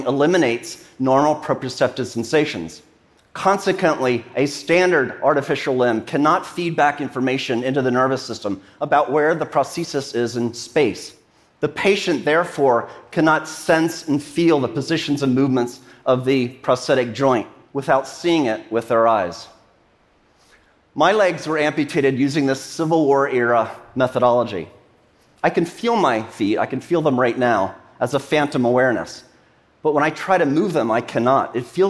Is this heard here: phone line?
no